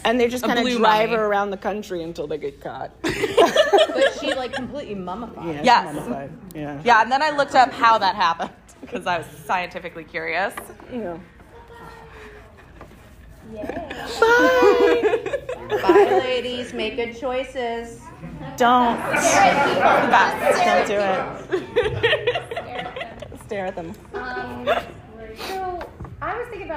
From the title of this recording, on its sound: LA Comic-Con Panel 2023